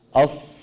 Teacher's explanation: خلط صوتها بالسكون، وذلك بسبب عدم رفع وسط اللسان وعدم خفض الفك السفلي بالمقدار المطلوب عند النطق بها · Term: خلط الكسرة بالسكون